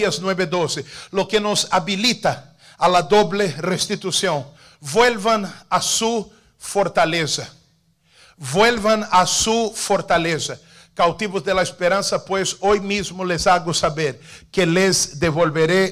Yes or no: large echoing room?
yes